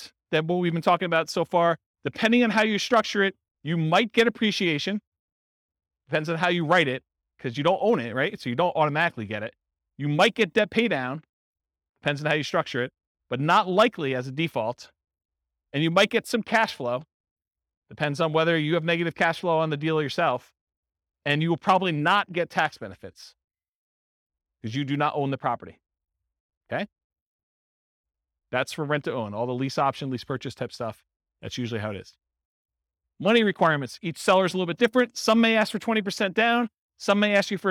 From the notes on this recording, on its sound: This was a live class recorded. In Wilmington, Delaware.